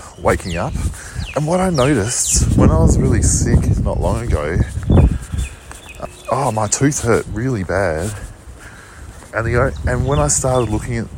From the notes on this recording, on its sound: Recorded in walking Collingwood streets, alleys and Preston Market, Melbourne.